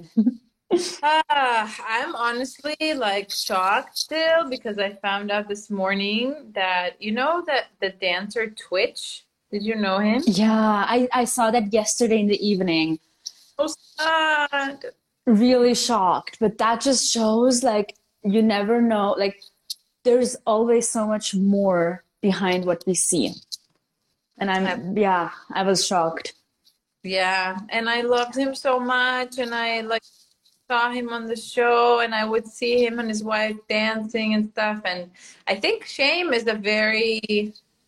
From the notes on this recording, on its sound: This is an IG Live turned into Podcast Episode.